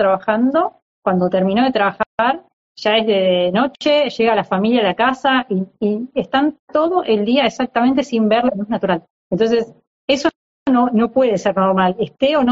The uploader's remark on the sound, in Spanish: Audio de la charla en vivo por Instagram